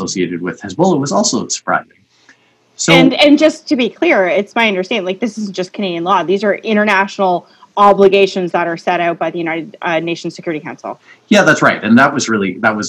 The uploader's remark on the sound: over the internet